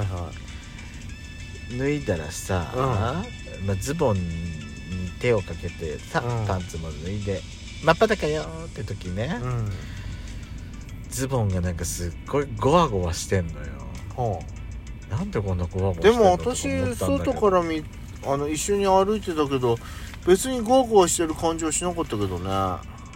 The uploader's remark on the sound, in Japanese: パーキング収録